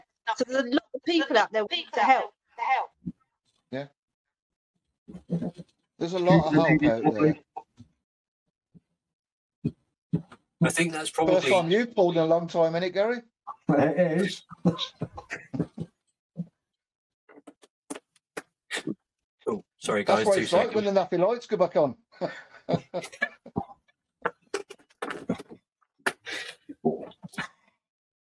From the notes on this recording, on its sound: Please excuse the audio, we had some technical issues